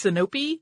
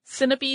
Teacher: put an accent on the middle syllable · Shown in: first take · So it's Sinope.